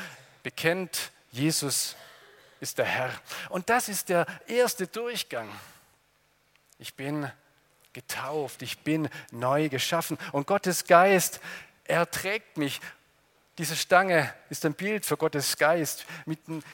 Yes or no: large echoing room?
yes